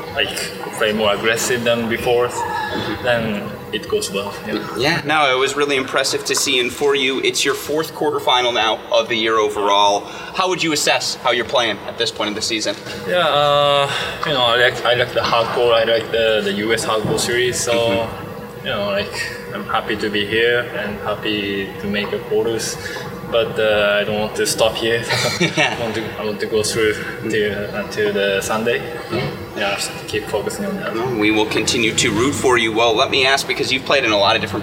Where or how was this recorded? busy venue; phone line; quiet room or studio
busy venue